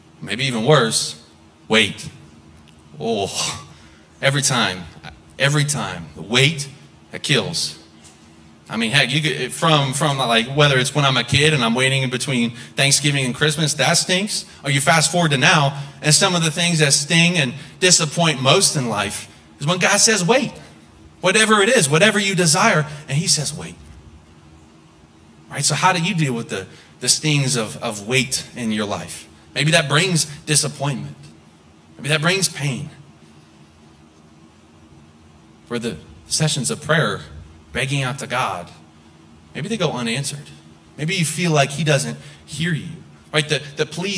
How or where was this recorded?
large echoing room